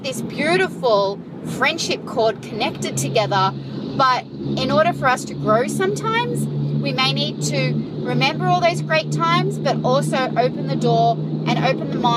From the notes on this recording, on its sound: So, I grabbed my iphone and recorded the thought straight away, (excuse the traffic surrounding me, ops!).